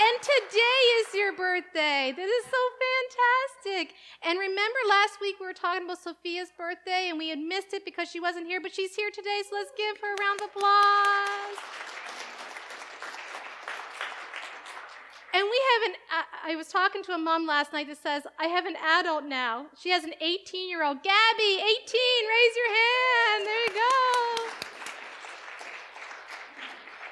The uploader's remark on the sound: Live Worship Service